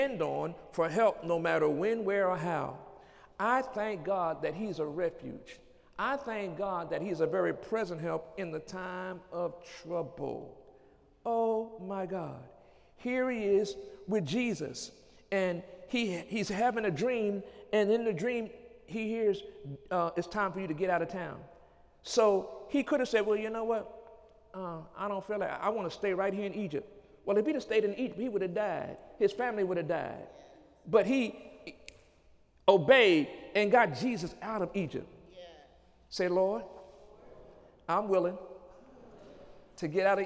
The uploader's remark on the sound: During Sunday morning service